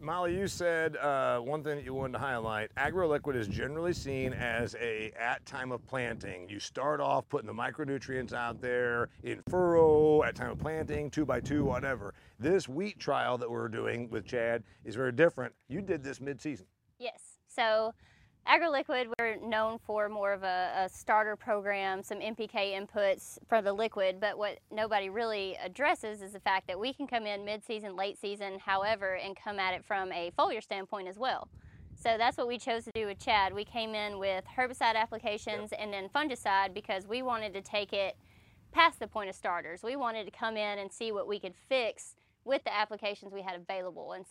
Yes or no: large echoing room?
no